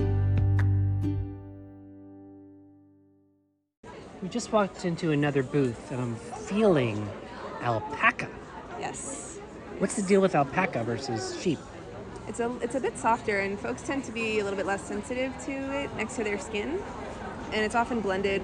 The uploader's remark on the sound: takes you live to the New York Sheep & Wool Festival at the Dutchess County Fairgrounds